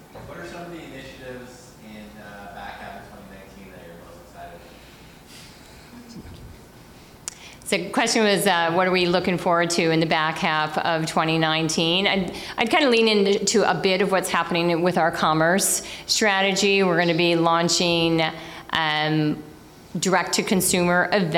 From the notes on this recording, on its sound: At a live recording event of the Digiday Podcast